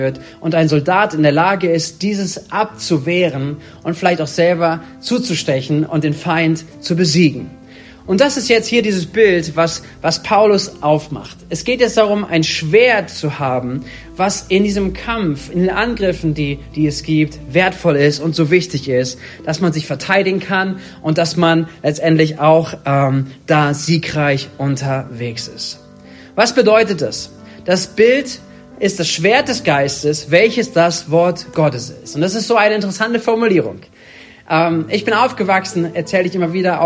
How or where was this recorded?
large echoing room